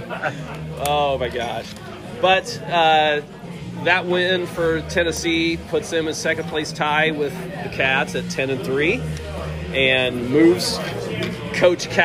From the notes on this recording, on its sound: On location at Deviate Brewing.